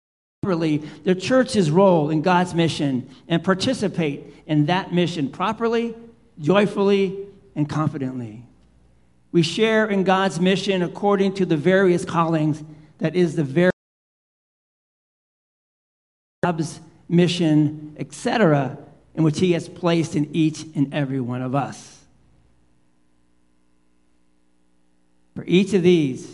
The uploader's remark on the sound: Live Worship Service - Holy Trinity Sunday pt.